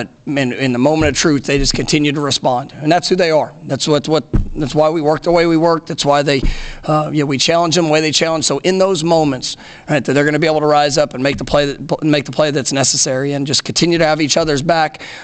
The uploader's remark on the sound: Postgame press conference after win over Miami.